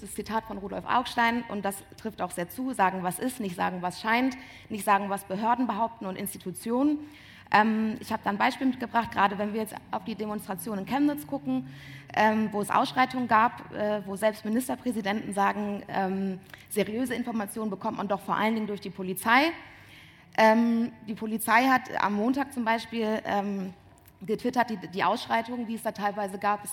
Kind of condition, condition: setting, busy venue